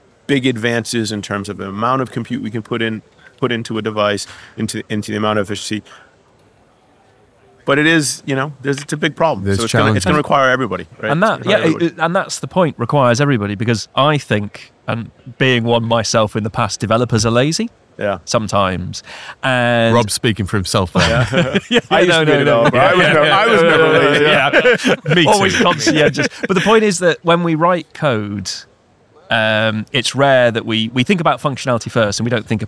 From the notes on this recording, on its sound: We are live from #MWC24 (Mobile World Congress 2024), direct from the Expo floor.